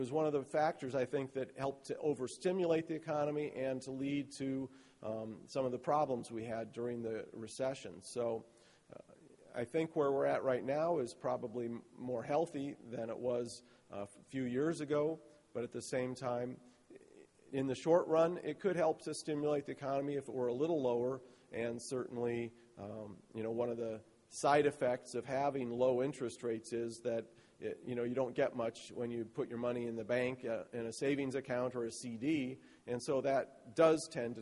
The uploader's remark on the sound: spoke to attendees at the 2012 Paper Recycling Conference